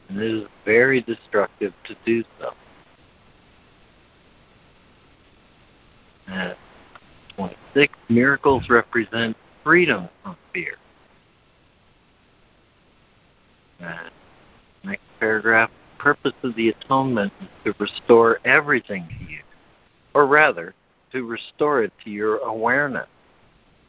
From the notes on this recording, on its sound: ACIM Daily Conference Call.